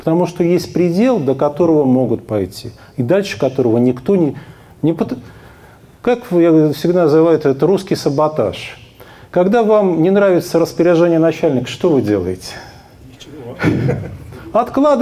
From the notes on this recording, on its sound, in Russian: Публичная лекция.